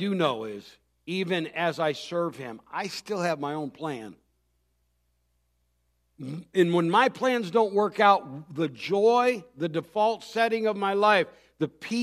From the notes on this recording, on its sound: Recorded Christmas Eve service on December 24th, 2023